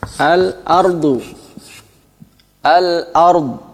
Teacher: maka alnya dibaca izhar, lamnya jelas. Al ard, min al ard, fil ard, fil ard, alnya jelas, lamnya dibaca izhar.